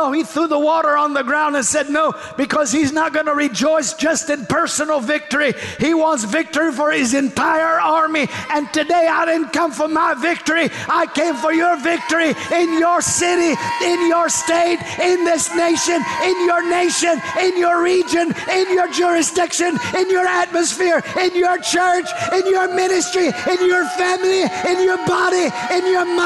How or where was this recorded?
large echoing room